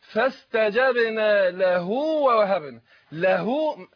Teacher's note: فهنا أنت نصل هاء الضمير أو هاء الكناية لما تقع بين متحركين